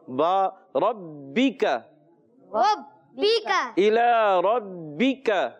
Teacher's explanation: را پر زبر آنے کی وجہ سے را کو پر کریں گے